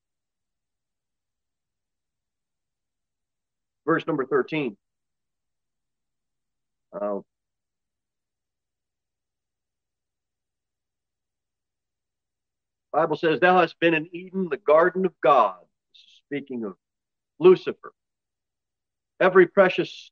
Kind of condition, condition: setting, large echoing room